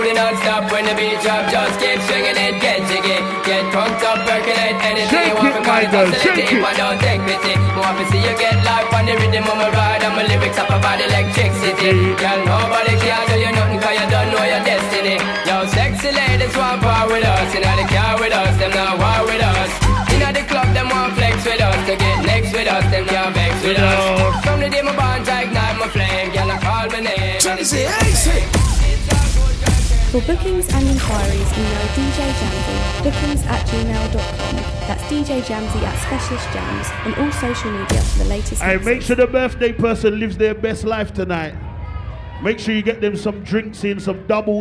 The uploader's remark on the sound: FOMOBRUNCH 1 YEAR ANNIVERSARY. LIVE AUDIO MANCHESTER 30/07/23.